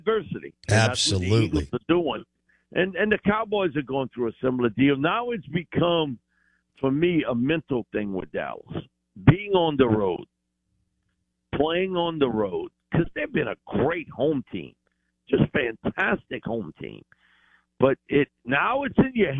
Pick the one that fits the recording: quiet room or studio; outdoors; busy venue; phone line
phone line